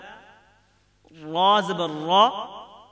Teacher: جب را پر زبر ہو تو اسے موٹا ادا کیا جاتا ہے زبر کو ادا کرتے وقت اتنا نہ کھینچیں کہ وہ الف